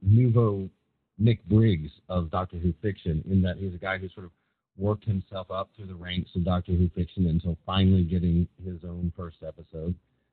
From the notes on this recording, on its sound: Live Roundtable Episode. Recorded live on the net via TalkShoe.